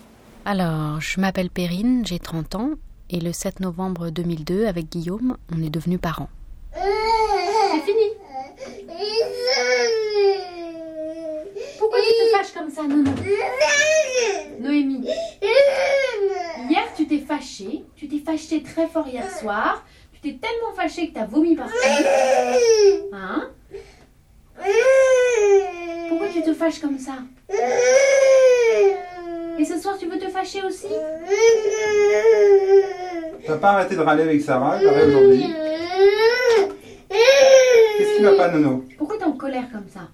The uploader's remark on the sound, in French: Enregistre les sons de sa vie quotidienne avec son bébé. Elle tient sur ARTE Radio le journal de ses joies, de ses doutes, de cet amour en marche.